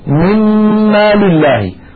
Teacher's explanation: التقت نون ساكنة بعدها ميم، فأدغمنا النون في الميم فصار النطق بميم مشددة، لذا لو فتحنا المصحف نجد بأن النون مجردة من السكون والميم التي بعدها عليها شدة وفتحة. · Term: الإدغام الكامل